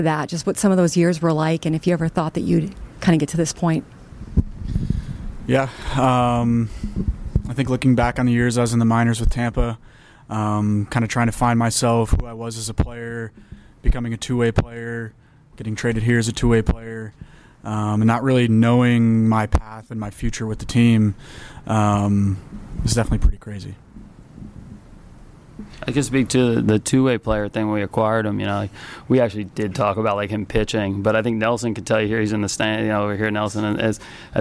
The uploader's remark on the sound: Press Conference